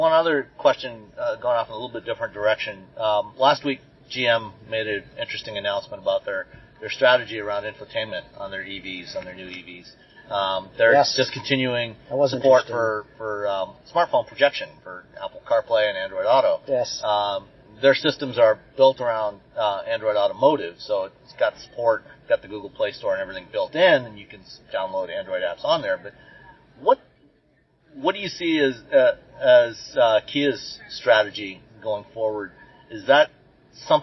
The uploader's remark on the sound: Instead of news we've got interviews that we recorded at the 2023 New York Auto Show.